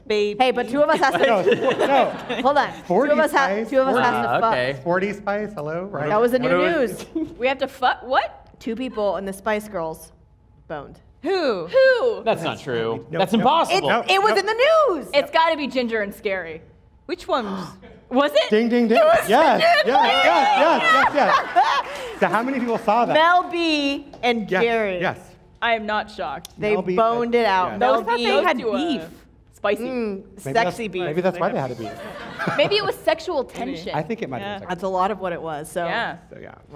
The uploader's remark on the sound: filmed in front of a live audience!